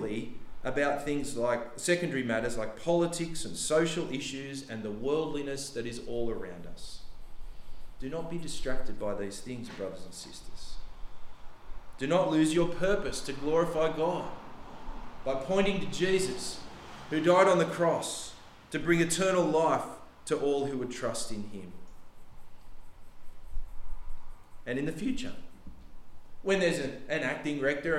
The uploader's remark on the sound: The sermon was preached on 26th November 2023 at all services of Helensburgh and Stanwell Park Anglican Church.